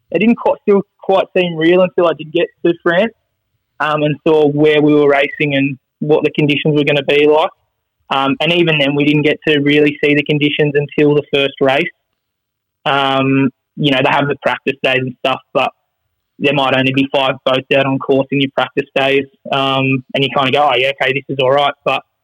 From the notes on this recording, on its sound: is on the phone